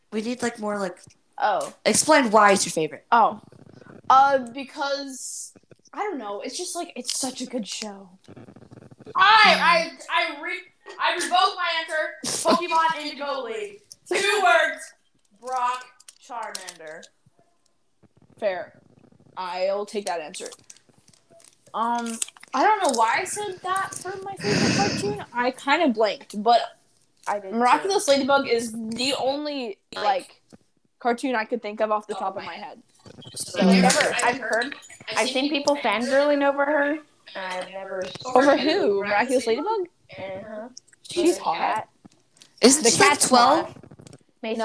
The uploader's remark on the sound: We apologize for the technical difficulties in this episode